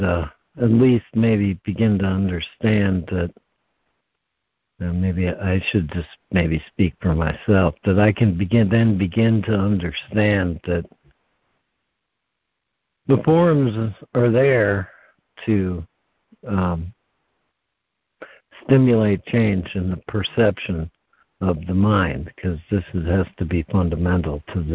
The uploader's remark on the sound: ACIM Daily Conference Call.